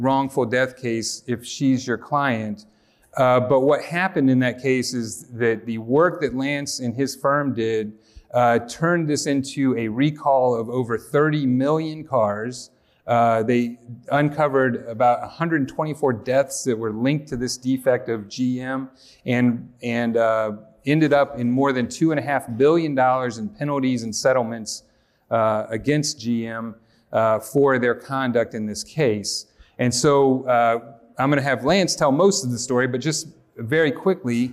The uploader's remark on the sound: Ive from the 2019 Georgia Trial Lawyers Association Conference. In a special episode recorded live at the Georgia Trial Lawyers Association’s 2019 Holiday Workshop in Atlanta.